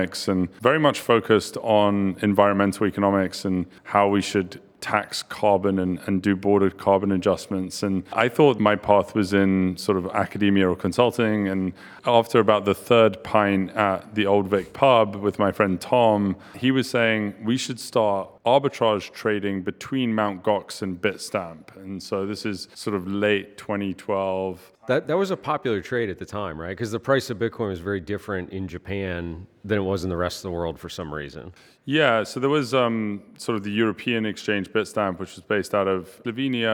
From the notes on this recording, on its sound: live from New York City at Chainalysis Links Conference